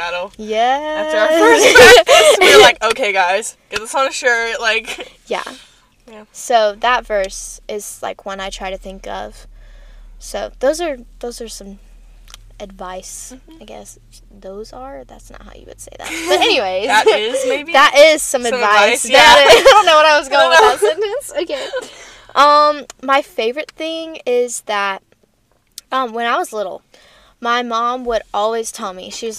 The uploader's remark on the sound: live from a Starbucks parking lot!